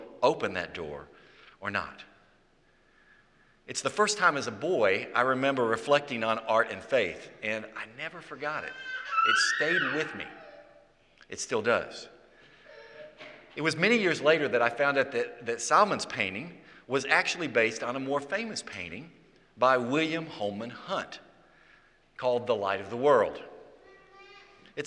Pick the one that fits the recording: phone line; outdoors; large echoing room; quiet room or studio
large echoing room